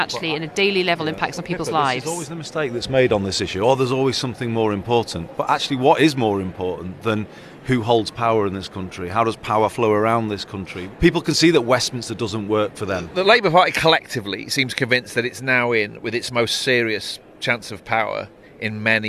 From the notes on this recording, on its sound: goes to the Labour conference in Liverpool, hearing from people in and outside the hall